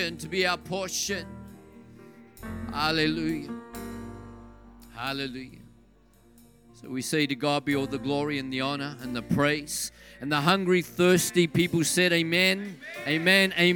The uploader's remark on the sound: This message was recorded on 06/10/2023 during the 7pm Friday service.